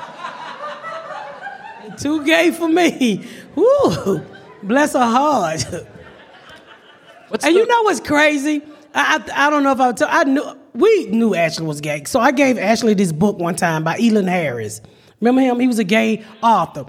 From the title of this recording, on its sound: Live from The Second Annual Crack Baby Party